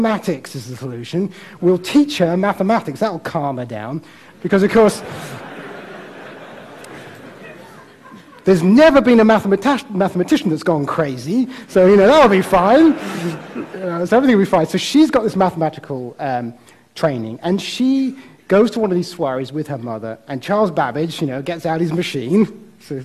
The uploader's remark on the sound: Recorded at TEDxImperialCollege